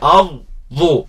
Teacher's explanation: الضاد هنا مشددة تنطق مرتين